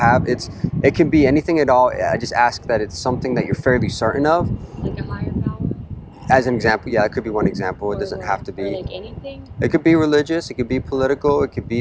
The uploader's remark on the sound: I apologize for some of the wind noise. I recently bought a wind cover for my camera that I think should solve the problem.